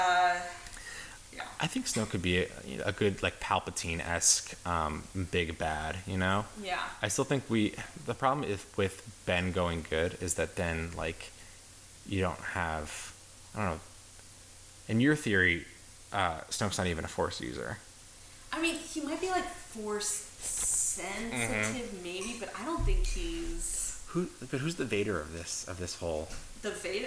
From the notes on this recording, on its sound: battling microphone technical difficulties